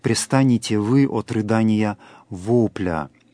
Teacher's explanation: на слове «вы», раз оно употреблено, имеется особое логическое ударение